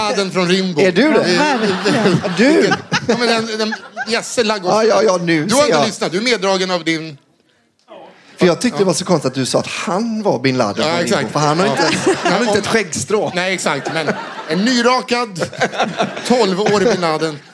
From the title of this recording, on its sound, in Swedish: Live på Scala